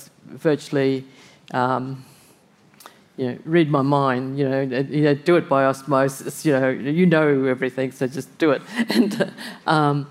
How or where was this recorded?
live audience